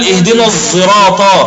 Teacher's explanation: هي صاد ولكن مشماه بصوت الزاي · Term: الإشمام